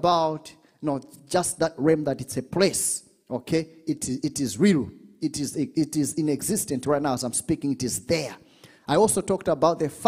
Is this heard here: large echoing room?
yes